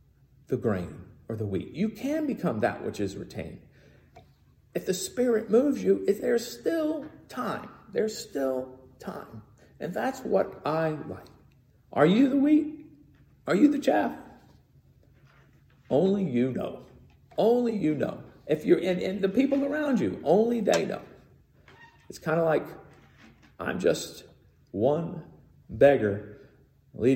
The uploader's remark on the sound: Recorded in the sanctuary of MPPC on Sunday, January 9, 2022